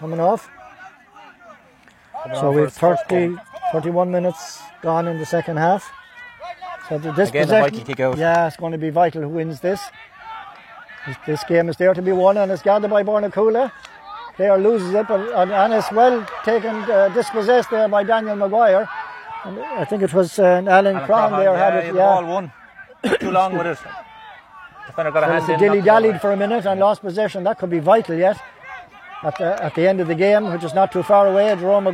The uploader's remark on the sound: Full Live Audio Commentary from Dromod